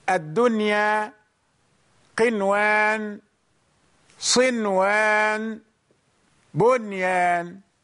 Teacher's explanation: يعني يأتي بعد النون الساكنة هنا يا أو واو، ومع ذلك لا ندغم · Term: الإظهار المطلق